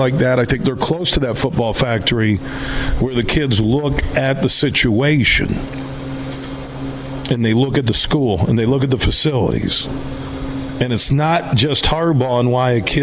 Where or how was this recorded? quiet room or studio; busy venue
busy venue